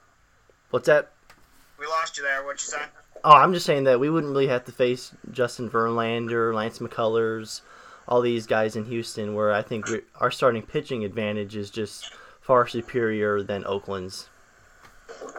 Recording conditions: poor sound quality